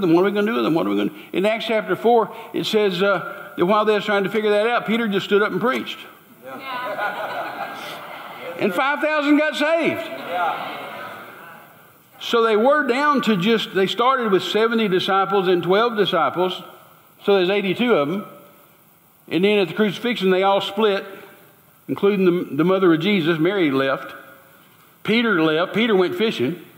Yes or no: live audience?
yes